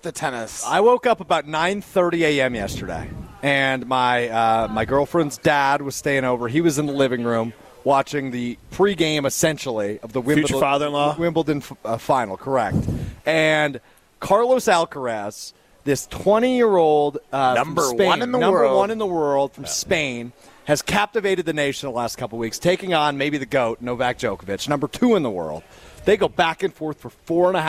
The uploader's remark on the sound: live from the inaugural ESPN Madison Open